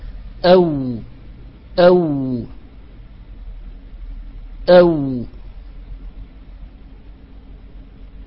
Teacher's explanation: الواو كذلك تخرج من الشفتين لكن ببقاء فرجة صغيرة